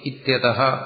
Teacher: ഓ എന്ന് കണ്ടു കഴിഞ്ഞാൽ അതിനെ വിസർഗമാക്കണം, അതായത് ഹ എന്ന് ഉച്ചരിക്കണം, ഇത്യതഹ എന്ന് ഉച്ചരിക്കണം.